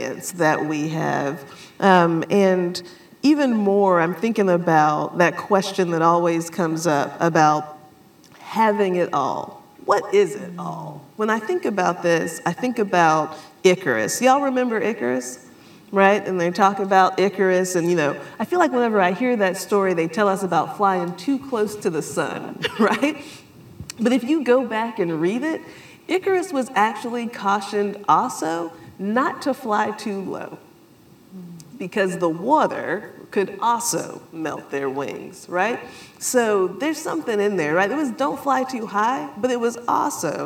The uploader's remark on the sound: Live from WiDS 2023